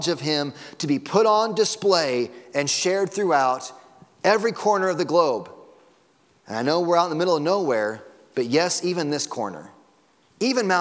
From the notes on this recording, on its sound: Sunday Morning Sermon Audio.